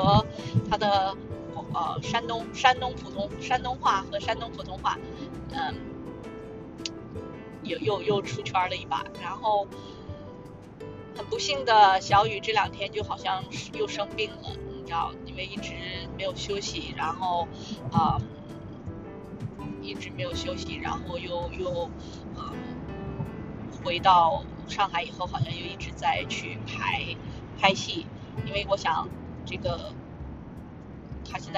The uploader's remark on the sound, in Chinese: 还是一如既往的渣音质。不剪辑！